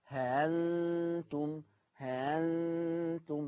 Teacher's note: الهمزة مفتوحة يبقى تتردد بين الهمزة والألف · Term: التسهيل